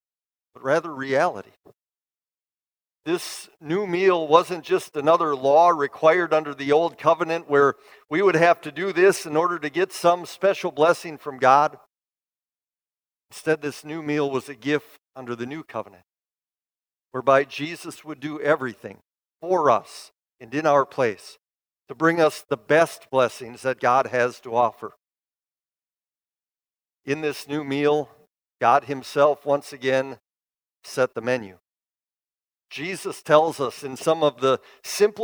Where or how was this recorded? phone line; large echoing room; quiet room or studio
large echoing room